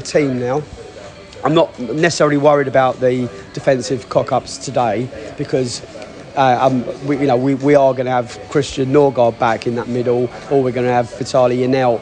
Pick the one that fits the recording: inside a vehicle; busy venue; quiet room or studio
busy venue